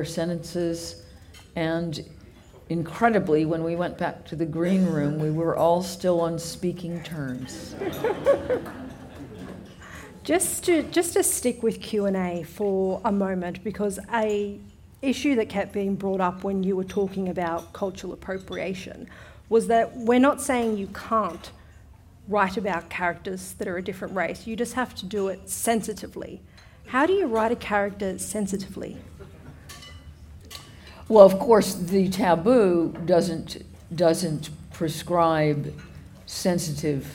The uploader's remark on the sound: The John Bonython Lecture is the annual Gala event for the Centre for Independent Studies.